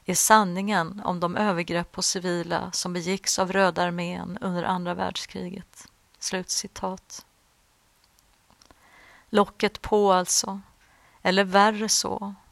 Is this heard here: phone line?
no